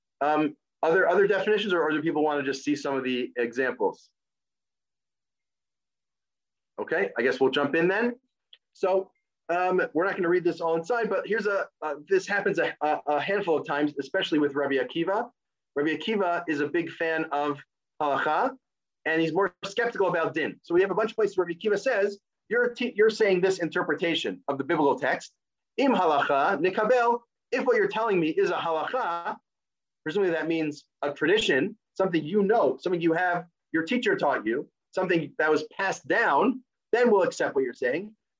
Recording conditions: video call